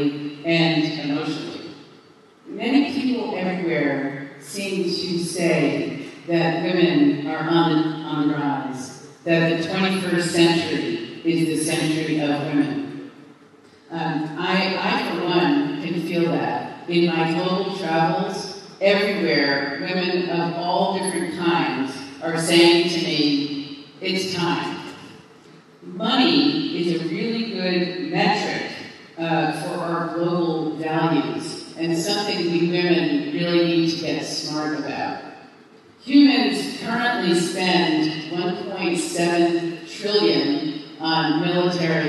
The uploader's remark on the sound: Delivered in Shanghai on May 14, 2017 to 1000 women at the International Elite Women's Forum. The speech was delivered in English (with direct translation into Chinese which has been cut out here for easier listening.)